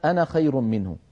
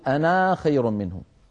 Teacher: كلما رأينا كلمة أنا فإن ألفها لا تنطق عند الوصل · Shown in: first take